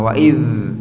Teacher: dzal, adzal itu sifatnya dia rokhwah, mengalir suaranya